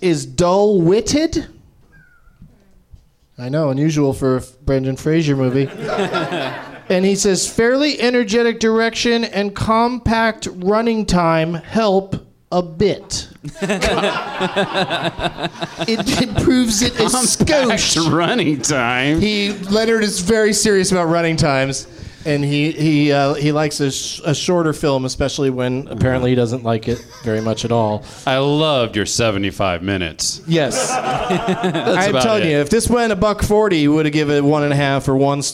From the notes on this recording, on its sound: Live from the NerdMelt Showroom in Los Angeles